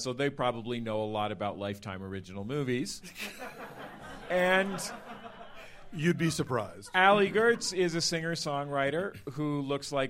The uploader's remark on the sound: Live from MaxFunCon 2022 in Lake Arrowhead